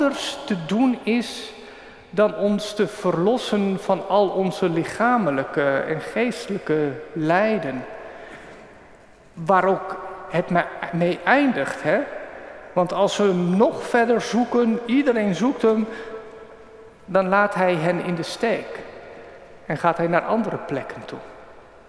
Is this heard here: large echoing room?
yes